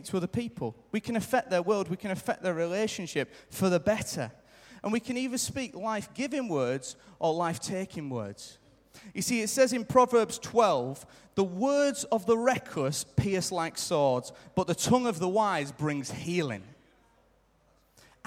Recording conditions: live audience